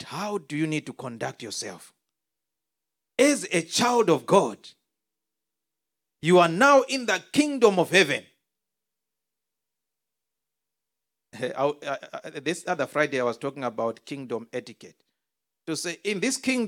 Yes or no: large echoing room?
yes